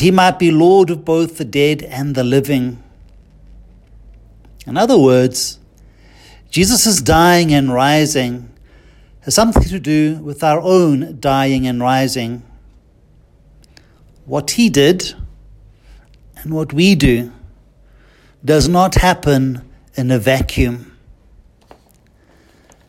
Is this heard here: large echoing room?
yes